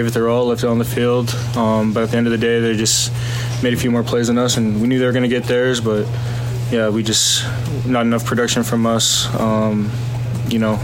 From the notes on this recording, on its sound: Post game press conference. At Washington.